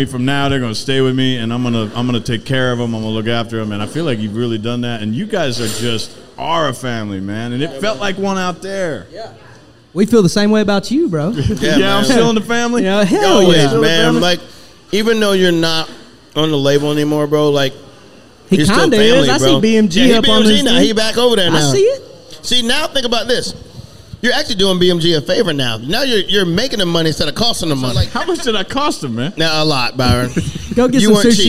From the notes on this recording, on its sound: Recorded at Party Fowl in Nashville, TN. Recorded at Party Fowl in Nashville, TN.